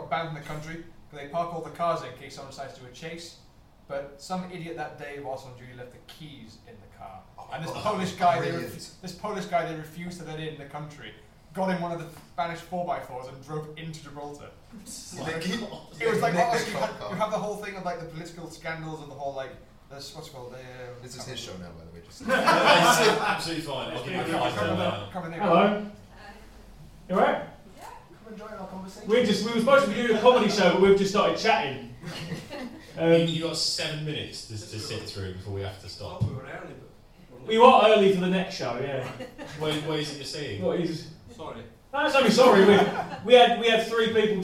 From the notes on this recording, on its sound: Live (in front of 3 people) in Edinburgh 2016. This episode was recorded at the Silk night Club in Edinburgh during the Fringe Festival 2016. We were supposed to do a stand-up show that day but only three people turned up so we decided to just chat to them and record it. It doesn't sound amazing and the mics are a bit feedbacky.